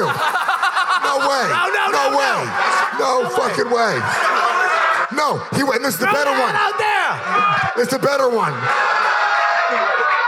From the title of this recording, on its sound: Skankfest 2019: LIVE!